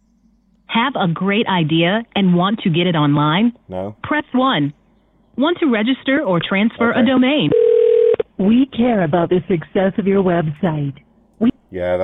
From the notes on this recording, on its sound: We now have the ringing sound back when we make calls which makes things a whole lot better, no thanks to Skype.